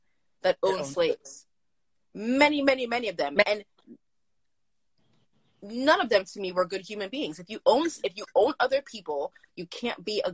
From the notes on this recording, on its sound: The audio from my Instagram live series Jacques Talk.